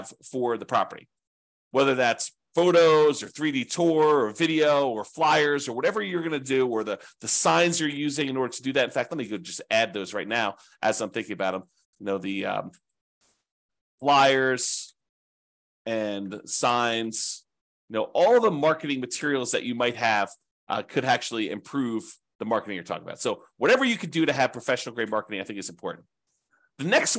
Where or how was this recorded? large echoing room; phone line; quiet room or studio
quiet room or studio